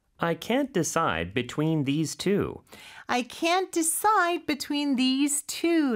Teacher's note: 그 다음에 decide 이음절의 강세가 있고요. between도 역시 이음절의 강세가 있고요.